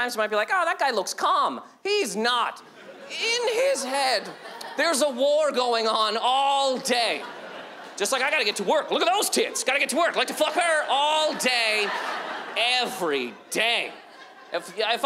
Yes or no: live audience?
yes